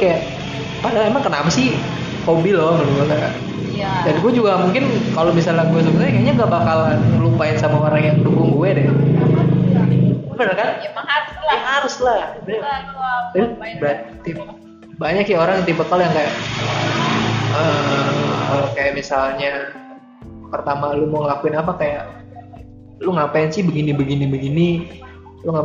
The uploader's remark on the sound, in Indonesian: Mohon maaf kalo banyak suara motor yaa.